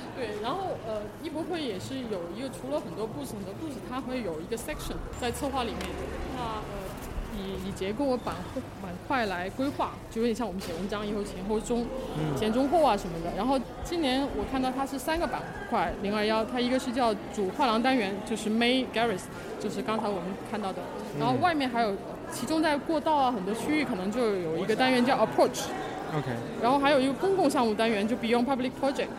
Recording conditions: background noise